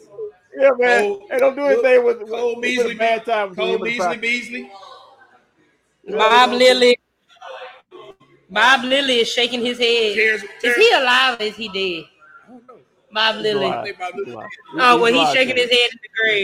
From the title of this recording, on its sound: Live from White Rock Ale House